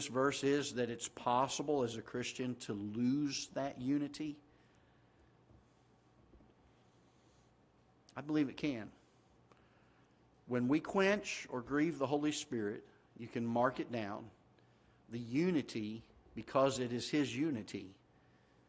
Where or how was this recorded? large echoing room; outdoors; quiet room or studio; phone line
large echoing room